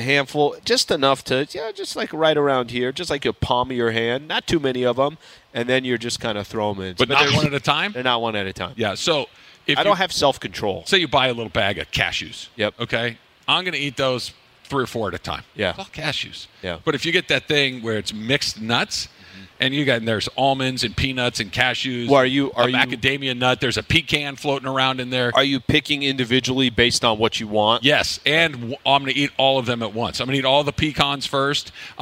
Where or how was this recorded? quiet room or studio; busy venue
busy venue